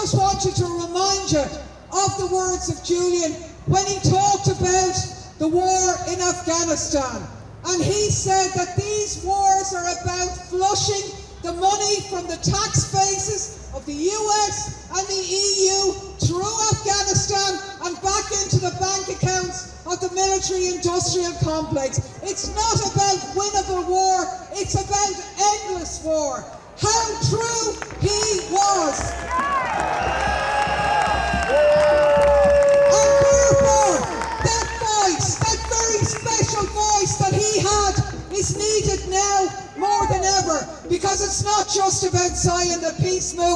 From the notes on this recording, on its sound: My address to the demonstration outside the Royal Court of Justice in London after the hearing yesterday evening.